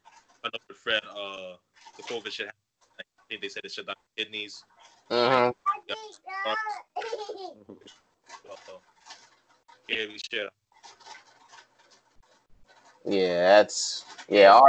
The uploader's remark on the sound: We had to scrap at least 20 minutes of material due to the poor audio quality from Skype.